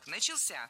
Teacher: в слове «начался» ударение падает на третий слог. «Начался». И, кстати, некоторые словари дают второй допустимый вариант «начался», но на первый слог не ставим ударение.